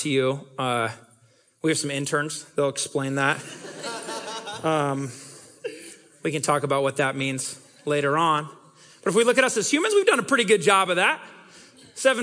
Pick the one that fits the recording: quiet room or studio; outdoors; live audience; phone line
live audience